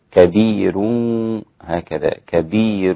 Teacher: كلمة كبير رقق الراء فيها ورش لأنها الراء قبلها ياء مدية